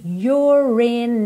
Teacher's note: Aqui também, olha, you're. Esse E final não é pronunciado, você já vai ligar o R no in.